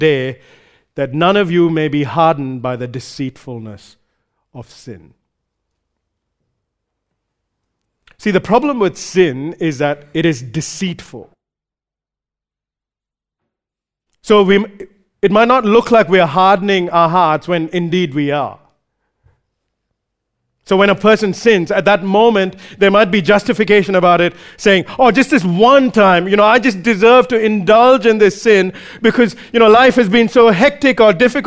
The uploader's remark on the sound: recorded live at Grace Community Bible Church